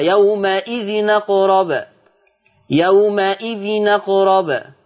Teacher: لما ينقل ورش حركة الهمزة للتنوين، التنوين نون ساكنة فالهمزة مفتوحة، فلما تنتقل للتنوين التنوين يبقى نون مفتوحة